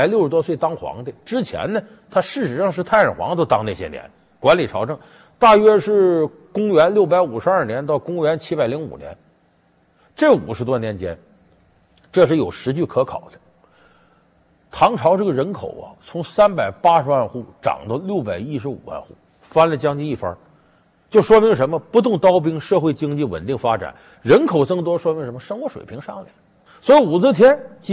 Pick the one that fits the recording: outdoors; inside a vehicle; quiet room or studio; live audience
live audience